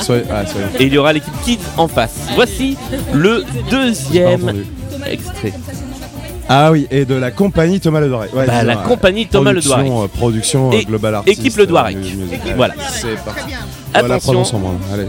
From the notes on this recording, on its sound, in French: Deuxième halte de notre tournée d'été, à Avignon pendant le festival ! Nous avons enregistré à l'heure du petit déjeuner, à la terrasse du Cid Café qui nous a accueilli.